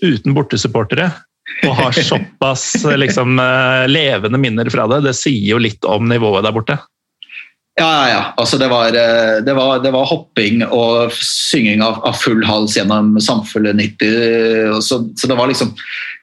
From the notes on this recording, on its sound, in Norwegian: tar seg en Zoom-prat